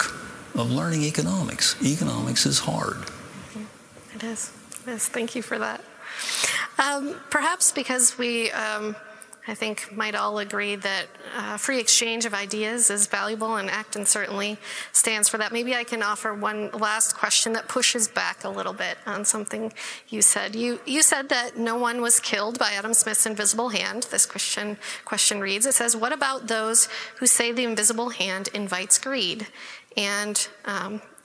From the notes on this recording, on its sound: delivered a plenary address as part of Acton University 2018